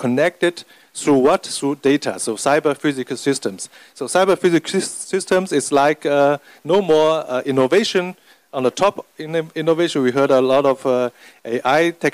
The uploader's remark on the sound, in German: Paneldiskussion auf dem Event. In Shanghai China.